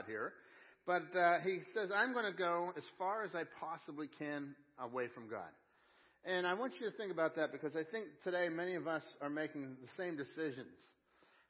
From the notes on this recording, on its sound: Crossroad Ministries Live Service